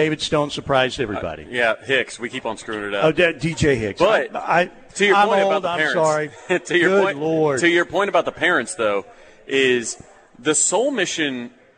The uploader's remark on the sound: LIVE FROM BWW IN EDMOND FOR GRIDIRON GIVEAWAY